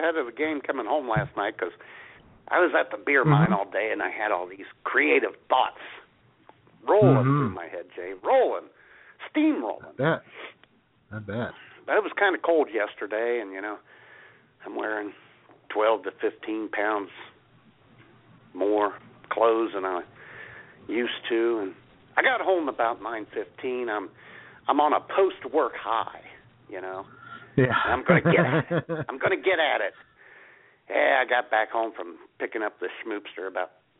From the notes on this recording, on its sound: YOUR phone calls